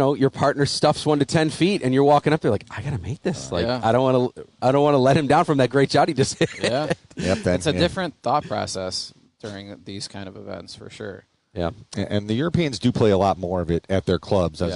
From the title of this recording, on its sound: Live from Wanakah Country Club